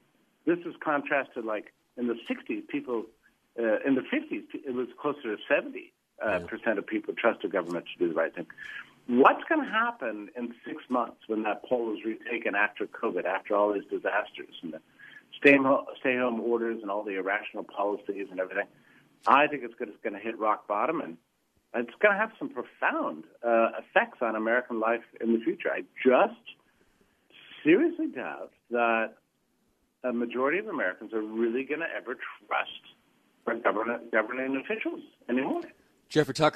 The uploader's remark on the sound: We also hear live calls from listeners on the topic.